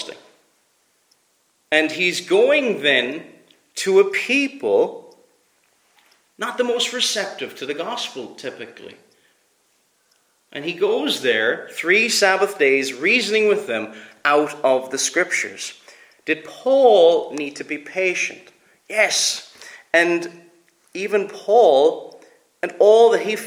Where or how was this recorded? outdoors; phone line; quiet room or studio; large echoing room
large echoing room